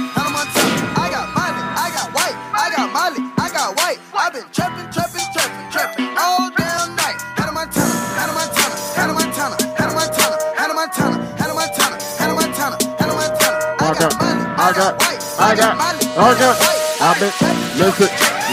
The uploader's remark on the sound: LIVE AUDIO RECORDING CLIP. INSIDE ZEN NIGHT CLUB HAMILTON ON MAY 21, 2022.